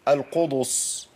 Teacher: انا ابدلت الدال بضاد